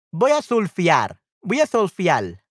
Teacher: turning the simple R into an L. When positioned at the end of the syllable, the simple R is often replaced with an L.